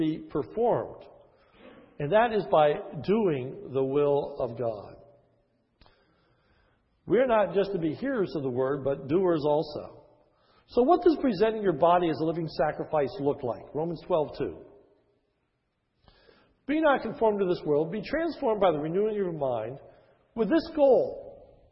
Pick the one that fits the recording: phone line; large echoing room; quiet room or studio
large echoing room